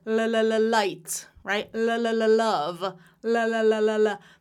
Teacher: So let's briefly talk about that. So a, light L at the beginning of a word, at the beginning of a syllable